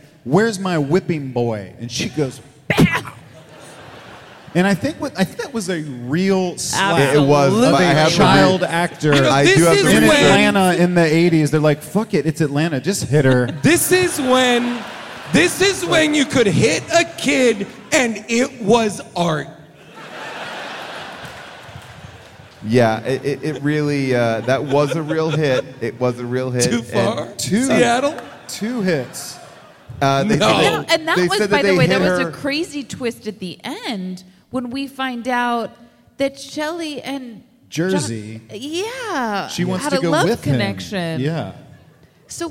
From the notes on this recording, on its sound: Recorded live from Seattle